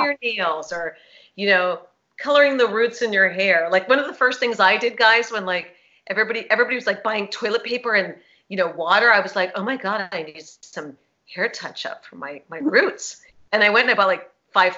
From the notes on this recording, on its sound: THIS EPISODE IS A REBROADCAST from a Facebook Live event.